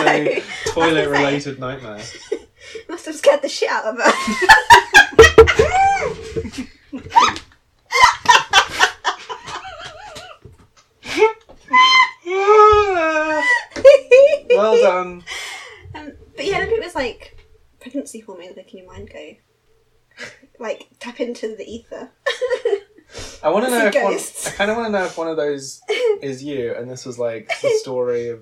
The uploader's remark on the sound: Our sound quality isn't the best right now...